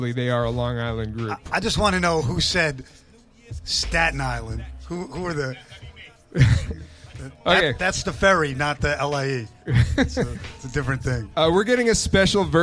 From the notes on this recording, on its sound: Live from LA. Live from Delicious Pizza Hollywood on July 20, 2023.